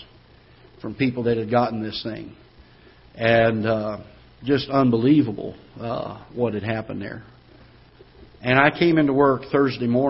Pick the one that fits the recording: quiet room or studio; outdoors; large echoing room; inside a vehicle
large echoing room